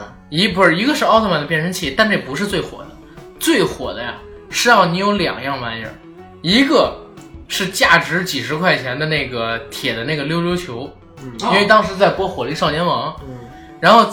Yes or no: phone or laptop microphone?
yes